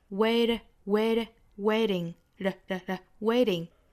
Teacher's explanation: 里面这个 t 的发音我们不这么十足的爆破啊，而是发成这个 flap t